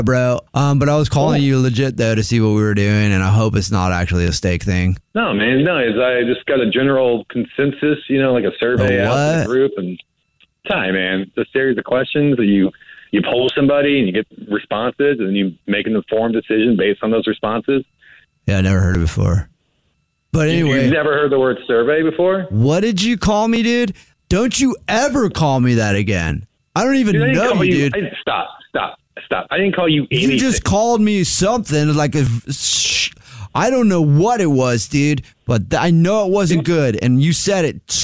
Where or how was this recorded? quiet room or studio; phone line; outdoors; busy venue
phone line